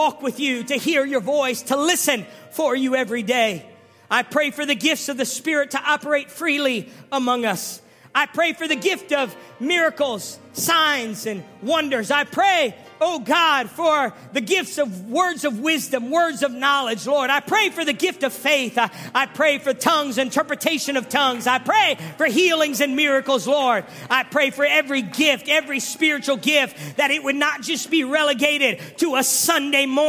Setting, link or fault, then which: setting, large echoing room